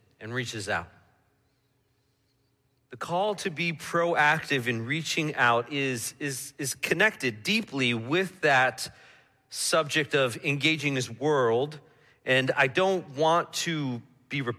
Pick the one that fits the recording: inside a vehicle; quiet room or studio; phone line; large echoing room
large echoing room